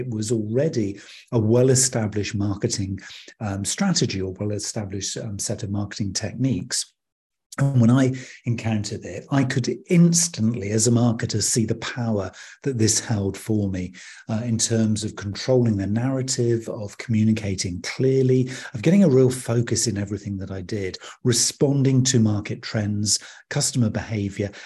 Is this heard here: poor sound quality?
no